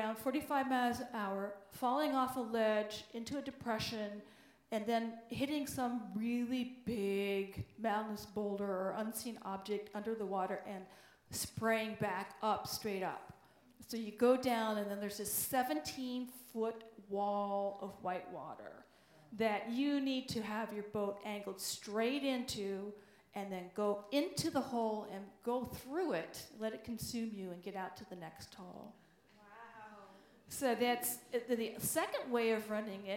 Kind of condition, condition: setting, live audience